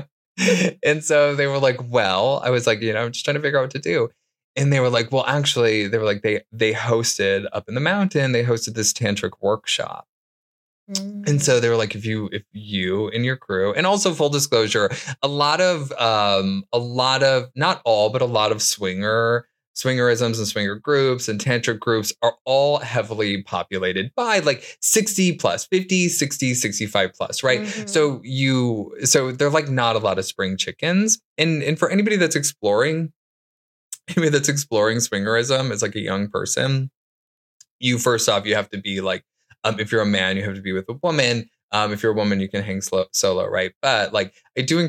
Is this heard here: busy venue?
no